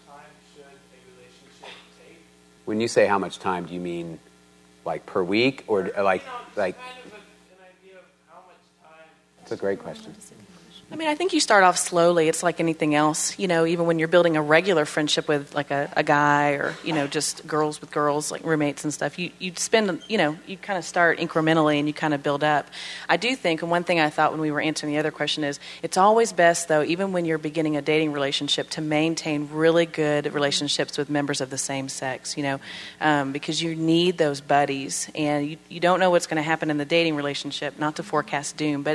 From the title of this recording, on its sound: Panel Discussion and Q&A